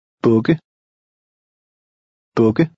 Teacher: Here the vowel sound is short because it's followed by a double consonant.